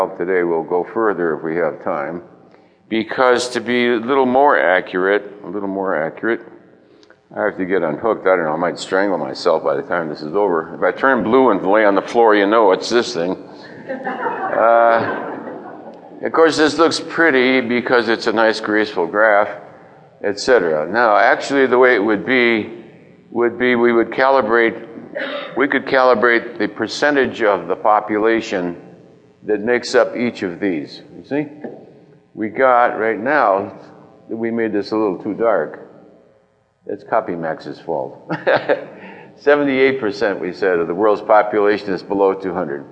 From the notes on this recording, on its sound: answers a variety of questions from the audience